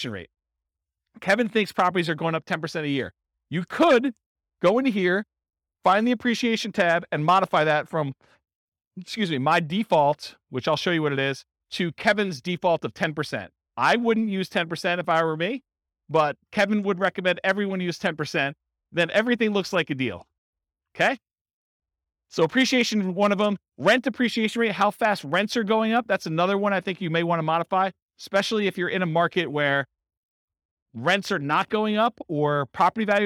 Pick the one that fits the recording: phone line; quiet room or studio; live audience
live audience